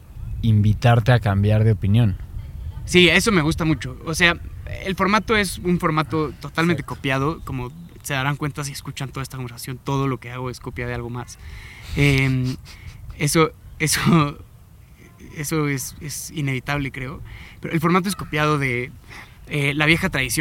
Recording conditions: outdoors